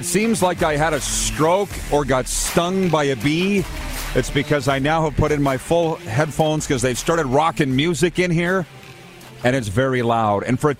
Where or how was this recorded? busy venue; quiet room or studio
busy venue